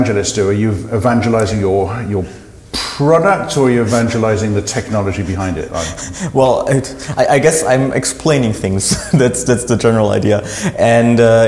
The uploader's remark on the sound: This interview was recorded at GOTO Amsterdam for GOTO Unscripted.